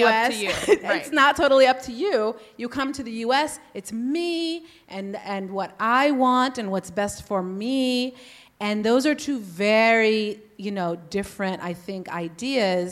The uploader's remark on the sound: F*ck Mom Guilt World Tour Live. Joined live on stage at Betabrand in San Francisco.